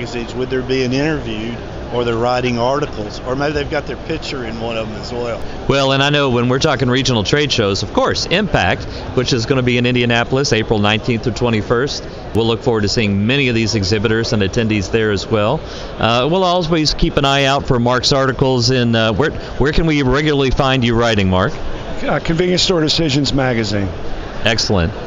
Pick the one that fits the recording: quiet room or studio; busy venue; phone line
busy venue